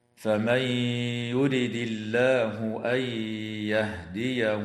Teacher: النون الساكنة في قوله تعالى فمن يرد حكمها الإدغام مع الغنة في الياء بعدها، وكذلك النون الساكنة في قوله تعالى أن يهديه تدغم في الياء أيضا مع الغنة. واللام في اسم الله هنا وقعت بعد كسرة فحكمها الترقيق